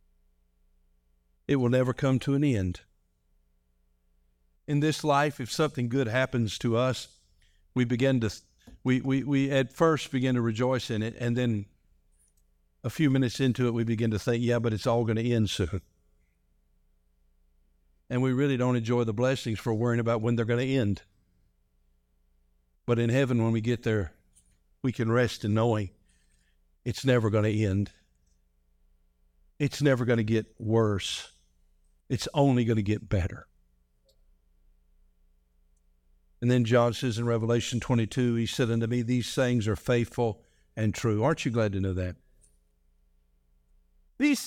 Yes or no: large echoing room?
yes